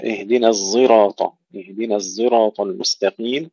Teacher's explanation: إذا حمزة بتمامه يقرأ اهدنا الزراط المستقيم بالإشمام